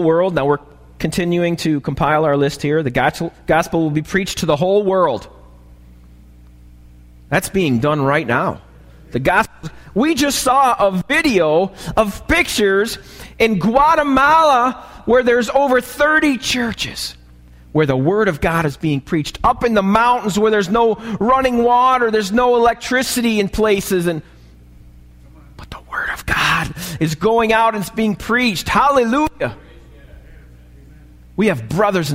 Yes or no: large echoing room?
yes